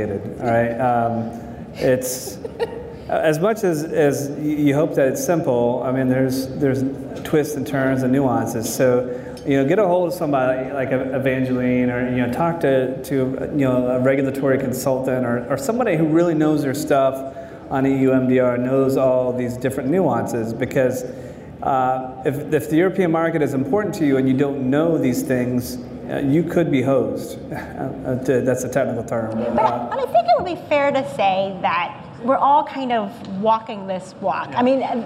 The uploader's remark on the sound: This live episode of the Global Medical Device Podcast was recorded at the Greenlight Guru True Quality Roadshow in Houston.